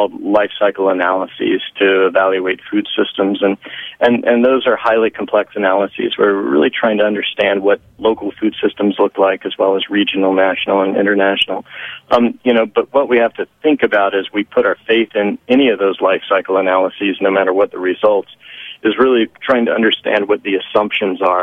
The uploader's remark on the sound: phones in to talk to us